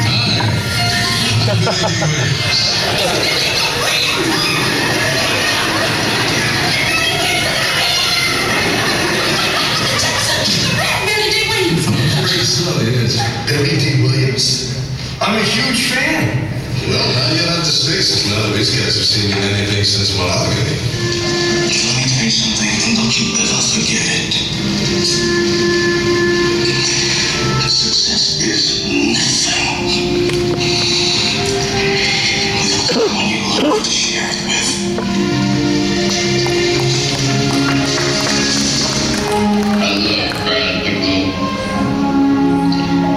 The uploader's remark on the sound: a Q and A panel from last years Kansas City Comic Con